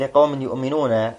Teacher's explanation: أدغم التنوين في الياء · Term: إدغام